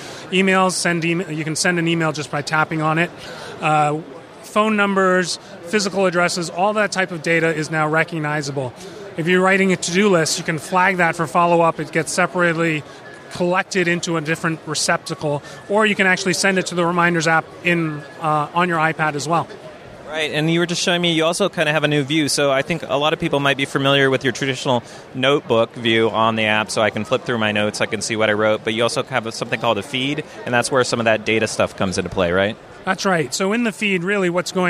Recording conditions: busy venue